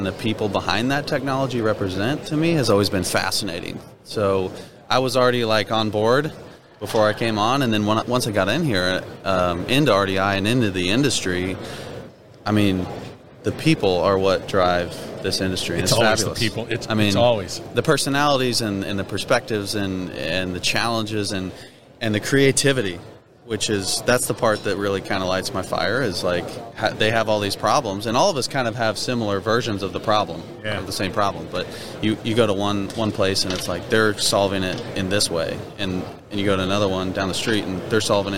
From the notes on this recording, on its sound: We're onsite at the 30th Annual SMRP conference. We're onsite at the 30th Annual SMRP conference.